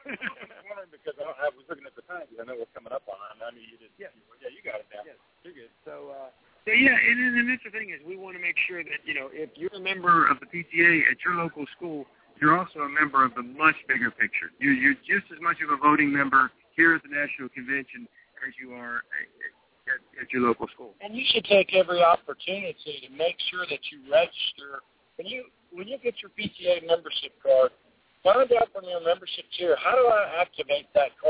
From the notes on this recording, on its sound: Live From National PTA Convention. Live daily updates from the National PTA Convention in Austin, Texas.